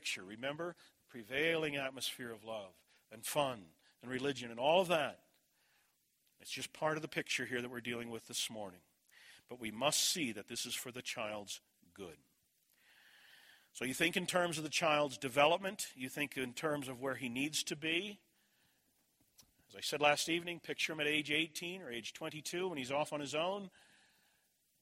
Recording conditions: large echoing room